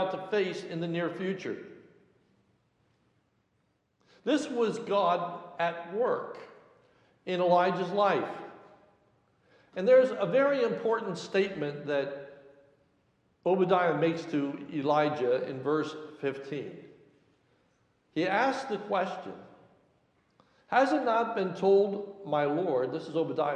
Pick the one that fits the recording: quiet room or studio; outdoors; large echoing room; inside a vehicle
large echoing room